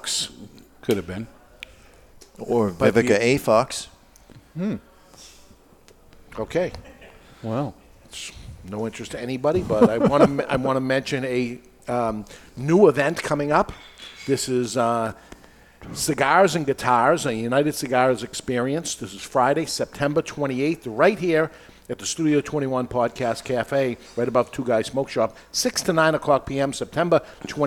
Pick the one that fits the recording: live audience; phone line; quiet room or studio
live audience